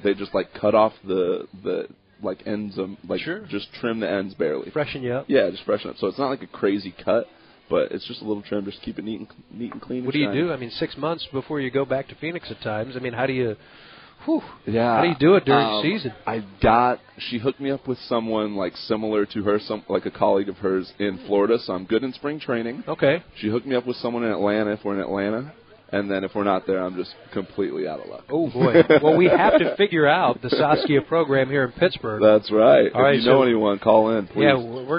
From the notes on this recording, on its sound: LIVE from PiratesFest Friday night at PNC Park